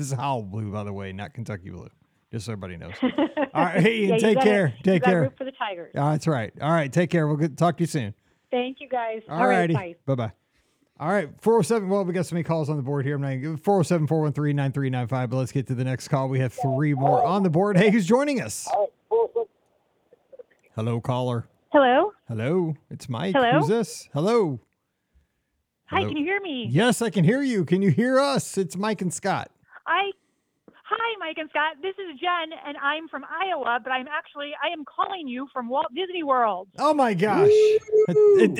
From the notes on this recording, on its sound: Today we have a bit of a different show as we opened up the phone lines to talk some Disney with our listeners this past Thursday night!